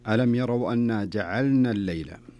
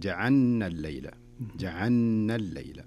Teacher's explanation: والصحيح أن اللام هنا والنون كل حرف ينطق لوحده · Shown in: first take